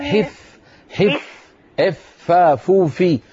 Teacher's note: الفاء إذا جاورت حرف الظاء قد يغلب على النطق أن يقلبها إلى في